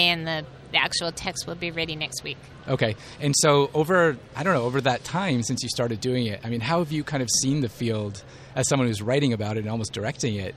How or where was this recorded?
busy venue